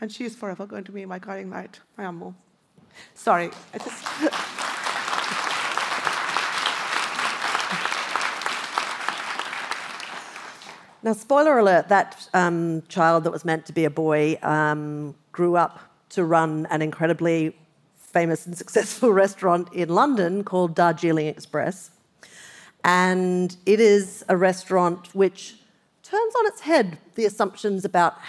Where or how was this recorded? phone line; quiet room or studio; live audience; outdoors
live audience